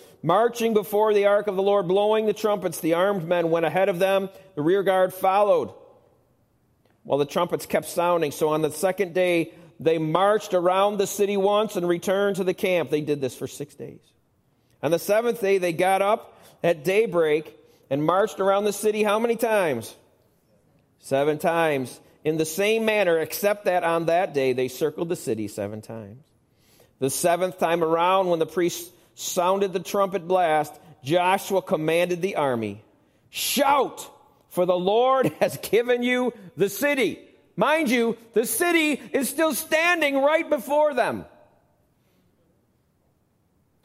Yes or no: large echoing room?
yes